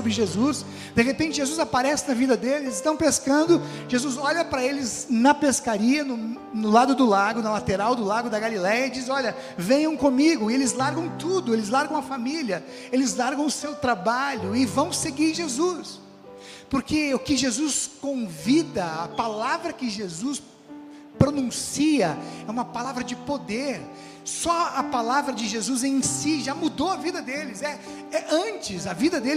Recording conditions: large echoing room